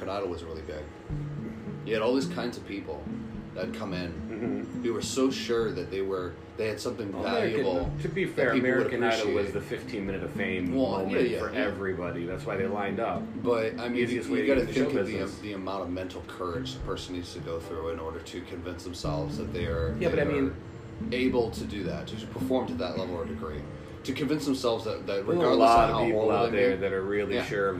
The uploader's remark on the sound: We also learn to not have a fan running during recording.